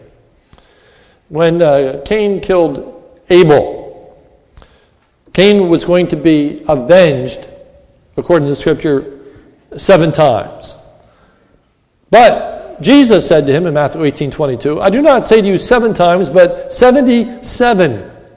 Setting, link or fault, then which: setting, large echoing room